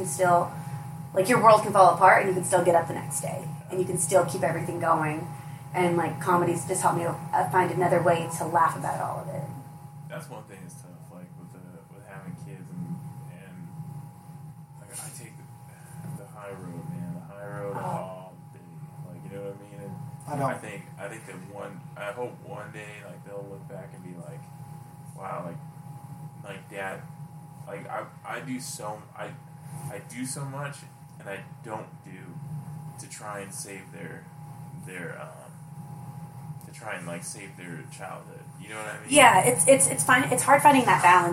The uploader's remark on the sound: We had the boys around and the new location may have caused some sound issues.